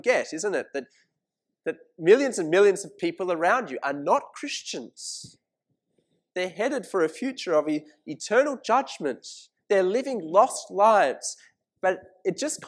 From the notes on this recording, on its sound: This sermon was preached at St Mary's Cathedral, KL on 19th August 2018.